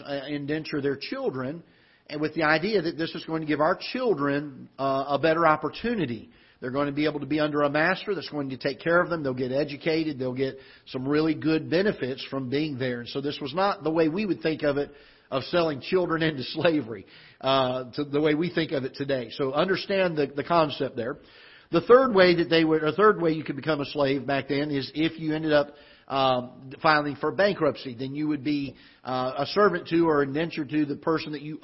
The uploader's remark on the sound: Ketha Heights Baptist Church ~ Live Broadcast